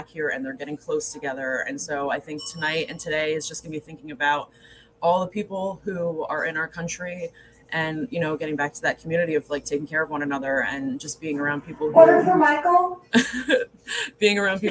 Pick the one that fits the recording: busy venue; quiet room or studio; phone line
busy venue